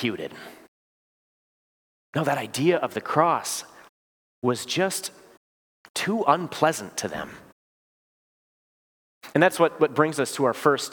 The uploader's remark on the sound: preached this sermon at Bethany's Sunday worship on September 24, 2023